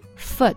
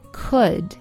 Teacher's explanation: foot 就会比较短，could 会稍长一些